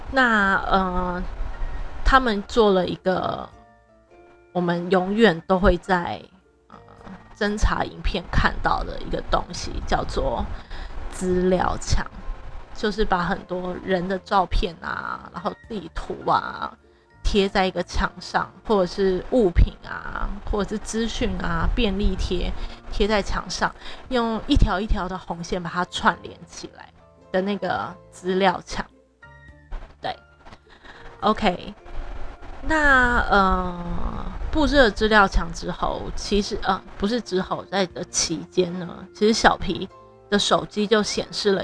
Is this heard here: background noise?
yes